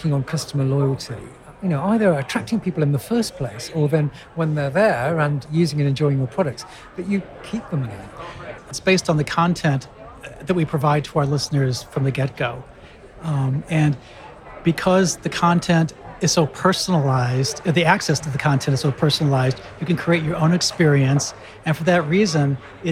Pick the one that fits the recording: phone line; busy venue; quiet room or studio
busy venue